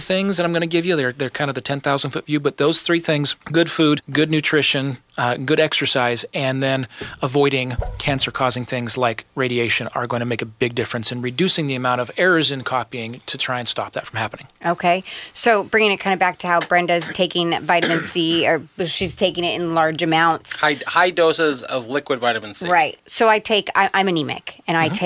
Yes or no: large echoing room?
no